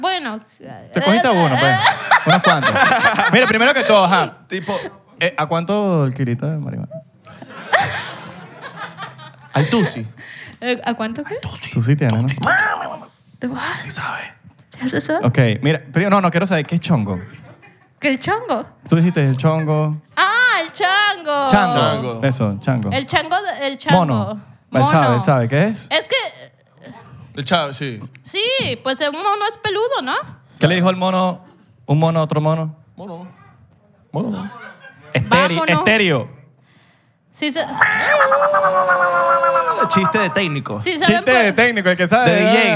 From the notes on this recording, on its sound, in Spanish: En vivo en New York. En vivo desde "Broadway Comedy Club" en la ciudad de Nueva York.